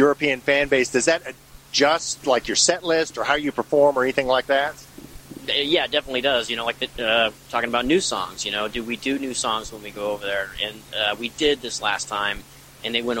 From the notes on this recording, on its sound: interview recorded June 1, 2019, at the Tiger Room in Louisville KY